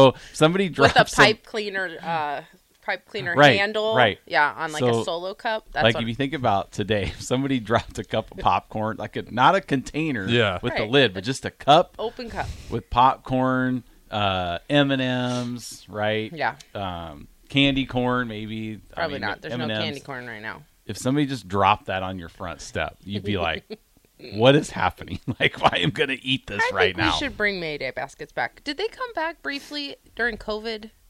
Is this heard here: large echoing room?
no